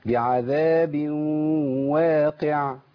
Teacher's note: لأن أنا عندي القاف حرف مفخم، والحرف المفخم عندي لابد أن يفخم، صح ولا إيه؟ القاف المكسورة دي تفخيمها بيبقى نسبي، انزل بيها تحت بس اوعى توصلها للكاف